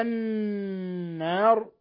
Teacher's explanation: ووقفوا على النار، نون مشددة تغن مقدار حركتين. النار اللام هنا شمسية لأن اللام أدغمت في النون